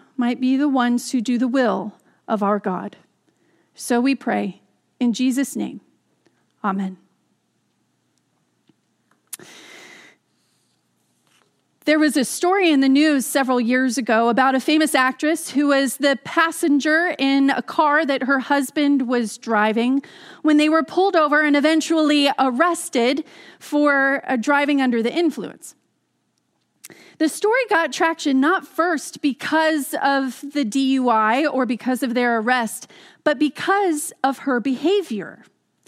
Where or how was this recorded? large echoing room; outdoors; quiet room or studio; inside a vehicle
large echoing room